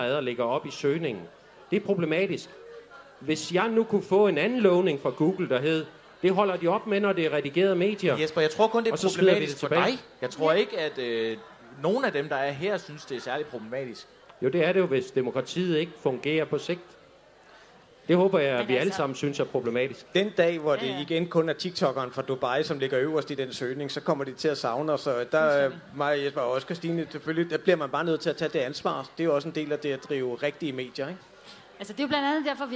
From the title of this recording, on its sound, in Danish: LIVE fra Aarhus Festuge